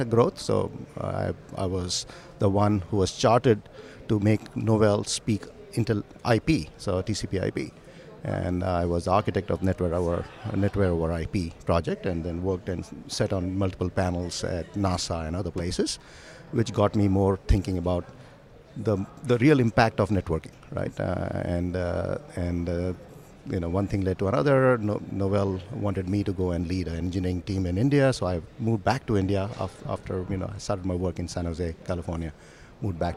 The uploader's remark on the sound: In this episode recording at the Broadband World Forum 2019